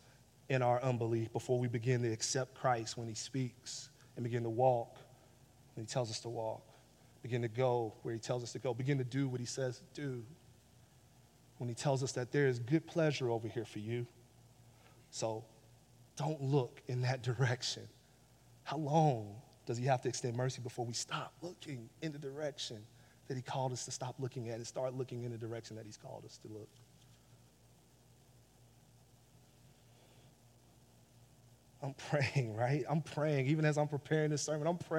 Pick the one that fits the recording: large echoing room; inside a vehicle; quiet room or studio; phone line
large echoing room